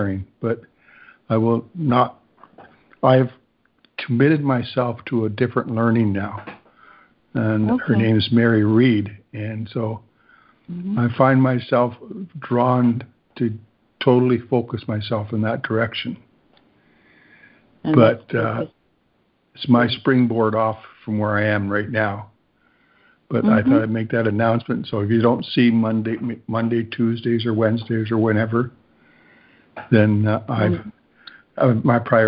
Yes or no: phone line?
yes